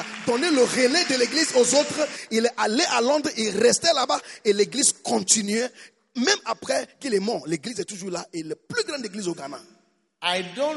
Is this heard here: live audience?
yes